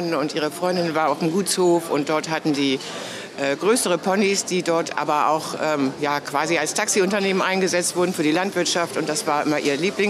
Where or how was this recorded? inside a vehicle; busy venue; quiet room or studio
busy venue